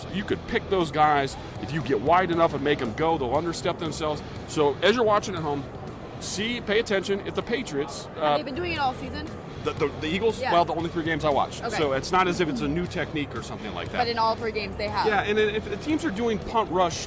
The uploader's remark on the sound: The REAL THING Patriots Podcast comes at ya live from the Mall of America in Minneapolis, Minnesota.